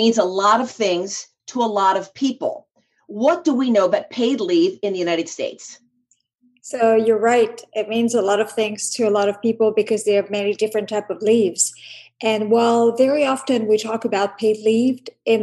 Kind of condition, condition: link, video call